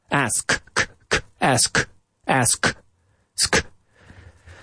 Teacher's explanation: Ask. You have to hit that K. If you don't, oh boy, if you don't hit the K sound, we've got a problem.